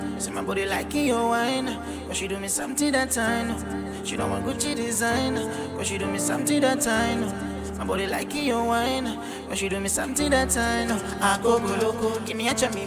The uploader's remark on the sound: Each Mix is from a live recording from a DJ Booking.